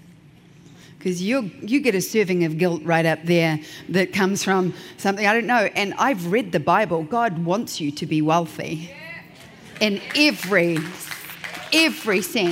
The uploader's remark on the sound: keynote at the 2019 Portrait Masters Conference